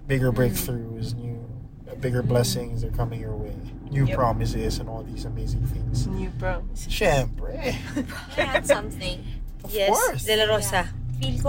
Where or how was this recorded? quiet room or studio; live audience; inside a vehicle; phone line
inside a vehicle